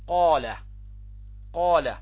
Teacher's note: عن الفم، أبعد نقطة في اللسان عن الفم، يخرج منه القاف. يعني إذا انطبق أقصى اللسان مع الحنك العلوي ماذا يخرج عندنا؟ حرف القاف